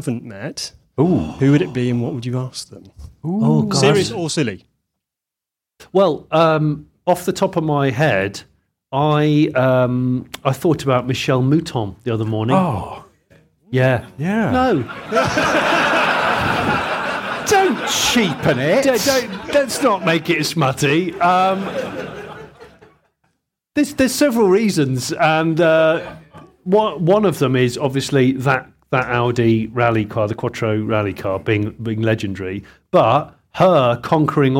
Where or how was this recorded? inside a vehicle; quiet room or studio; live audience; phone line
live audience